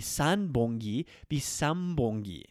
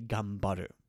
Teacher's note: So, I've heard people try to pronounce this word as well as many other Japanese words, and they often get or feel some trepidation when saying gambaru because the n sound becomes an m sound